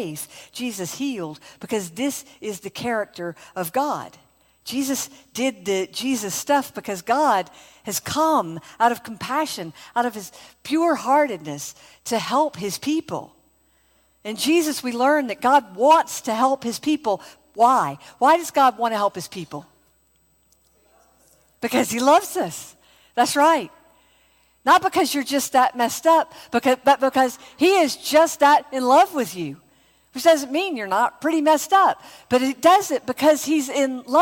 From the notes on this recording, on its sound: from the first Spirit & Truth Conference, held outside of Mobile, AL